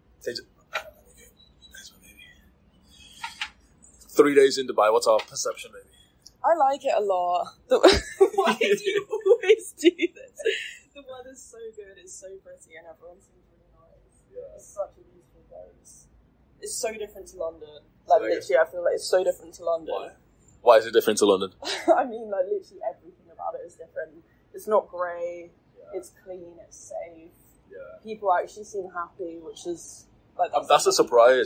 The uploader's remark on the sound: Apologies about the audio quality here, I really tried editing it.